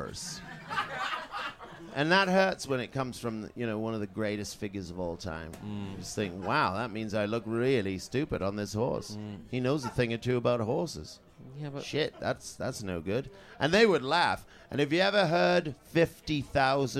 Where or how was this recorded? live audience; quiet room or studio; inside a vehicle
live audience